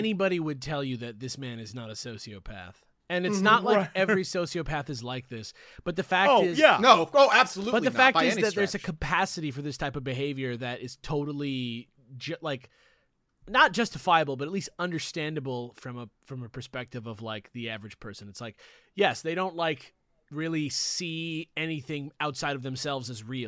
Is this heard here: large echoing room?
no